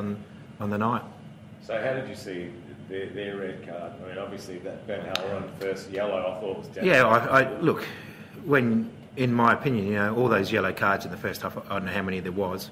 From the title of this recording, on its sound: Post-Match Press Conference